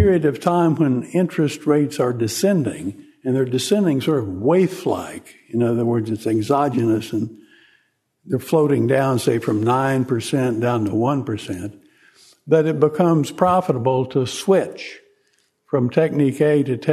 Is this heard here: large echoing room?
yes